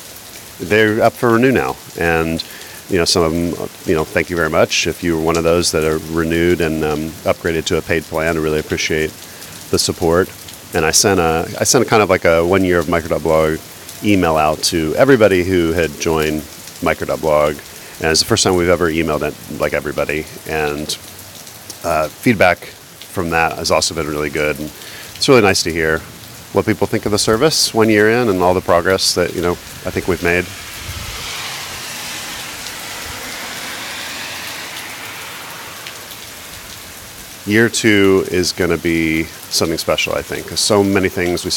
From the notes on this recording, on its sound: I record a microcast in the rain